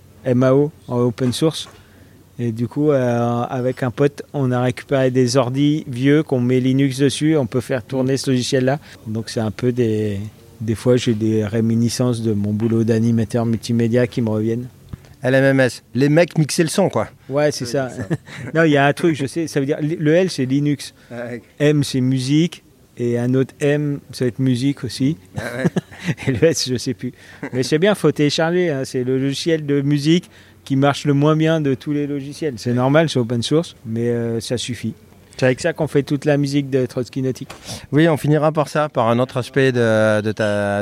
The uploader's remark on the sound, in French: au festival de bande dessinée de Colomiers